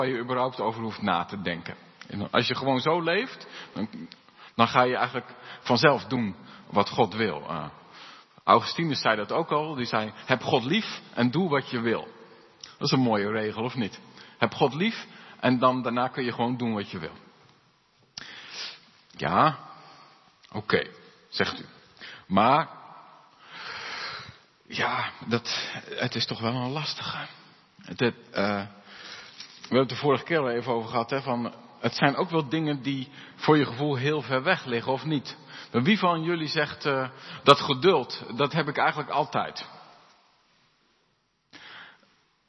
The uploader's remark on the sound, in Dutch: De preek is op 22 mei opgenomen in De Hoeksteen in Haren